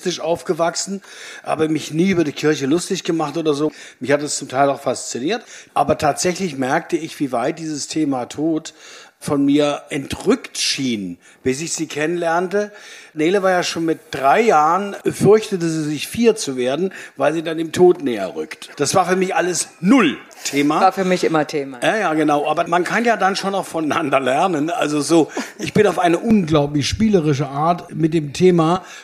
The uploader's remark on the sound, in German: Meinen Podcast gibt es erstmals mit mehreren Gesprächspartnern und „on stage“ vor Publikum. Schwarz hören und sehen“ war also angesagt im „Theater am Rand“ im Oderbruch im Land Brandenburg.